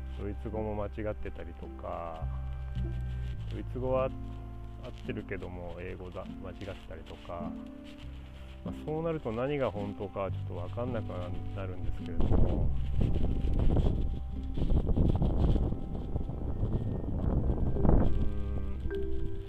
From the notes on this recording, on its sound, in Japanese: 外での収録なので自然の音が入ってます